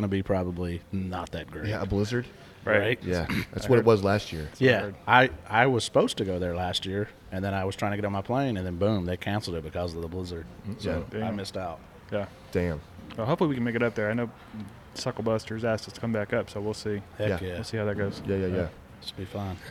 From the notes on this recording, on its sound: In this episode we are on location for day 2 at the 2024 NBBQA conference in San Antonio!